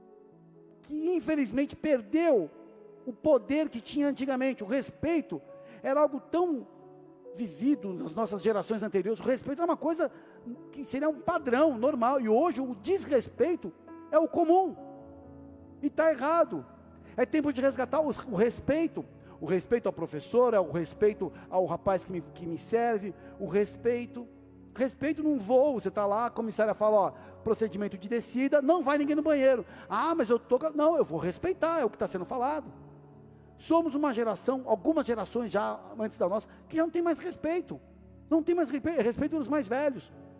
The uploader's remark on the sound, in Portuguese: Áudio extraído do culto do dia 12 de Maio de 2023.